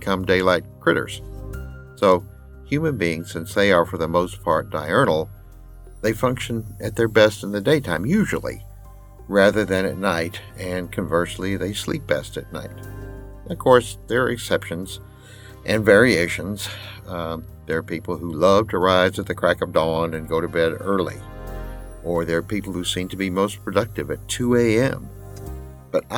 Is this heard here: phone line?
no